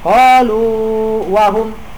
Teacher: Di situ wajib idhar, yaitu wawnya tetap dibaca jelas, tidak diidgomkan, tidak digabungkan